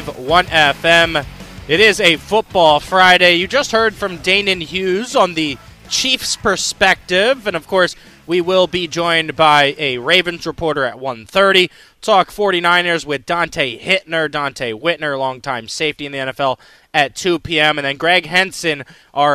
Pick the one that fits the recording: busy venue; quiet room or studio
busy venue